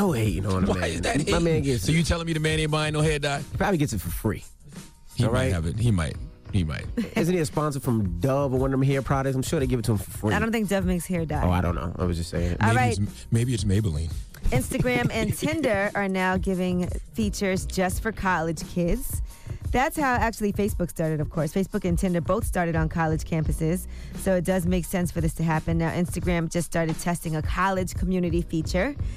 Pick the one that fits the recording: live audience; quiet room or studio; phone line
phone line